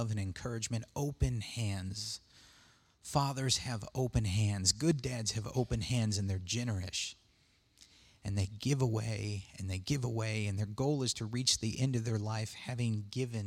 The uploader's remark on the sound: Sermon audio from the June 16th, 2019 worship service.